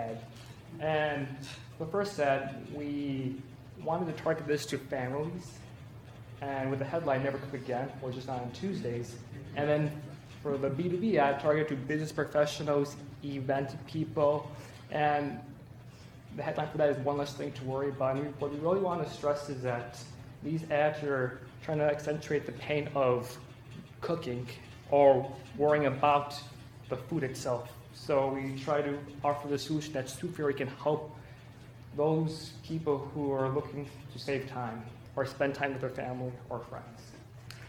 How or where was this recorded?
large echoing room